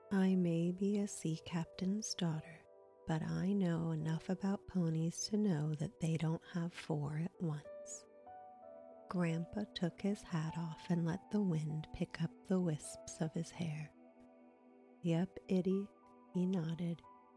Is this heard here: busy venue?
no